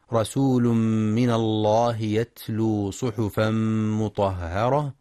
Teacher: ينتبه القارئ لإدغام التنوين في الميم، رسول من إدغام بغنة، ولتغليظ لام لفظ الجلالة رسول من الله لأن ما قبلها